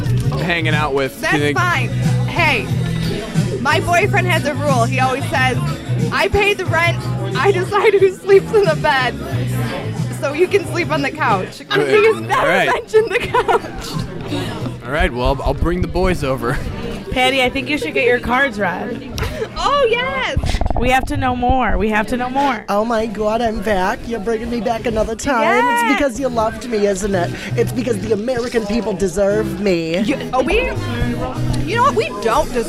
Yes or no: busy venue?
yes